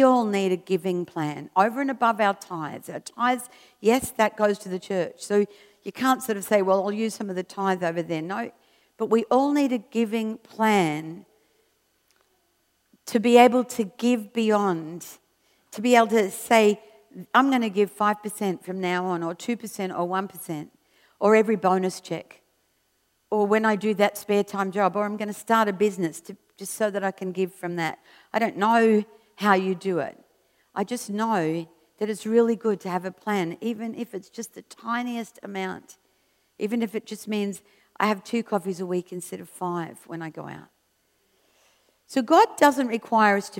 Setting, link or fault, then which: setting, large echoing room